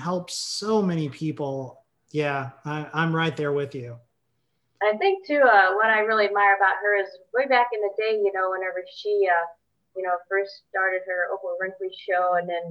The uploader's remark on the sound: Recorded via Zoom.